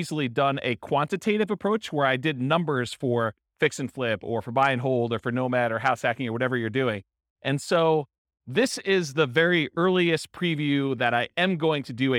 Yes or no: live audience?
yes